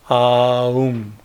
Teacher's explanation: The throat sound is A, and M is the last lip sound, and U exactly represents the rolling forward of the impulse, which begins at the root of the tongue and ends at the lips.